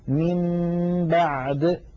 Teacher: الأمر بمنتهى البساطة، إن جاءنا نون ليس عليها حركة وفوقها ميم صغيرة، بدل أن ننطقها نون ننطقها ميم مع تطويل الغنة · Term: القلب